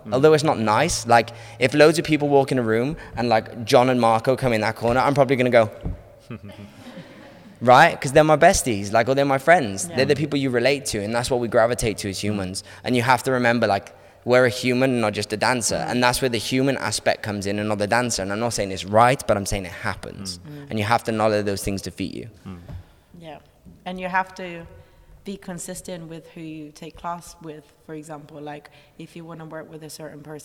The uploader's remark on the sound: At The Ins And Outs Easter Intensive we had a Q&A